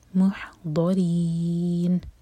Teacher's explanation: من المحضرین، ح حلق سے اور ضاد زبان کے سائڈ سے منہ بھر کر. محضرین، رو کے نیچے کسرہ تو رو باریک